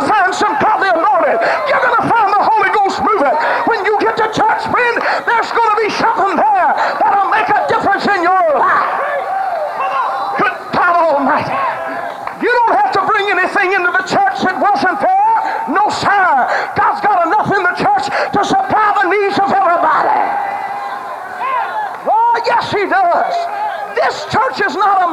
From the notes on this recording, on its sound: preached at an ALJC General Conference